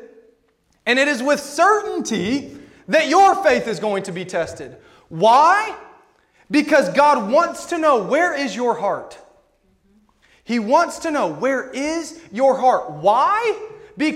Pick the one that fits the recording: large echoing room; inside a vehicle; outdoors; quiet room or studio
large echoing room